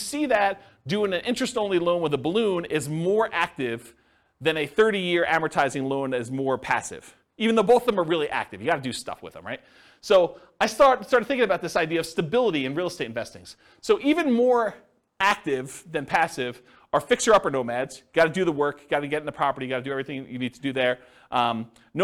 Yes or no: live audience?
yes